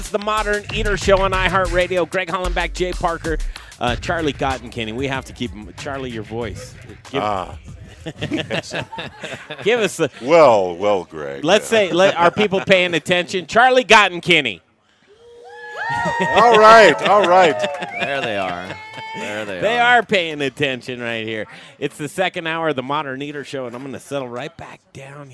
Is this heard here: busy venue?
yes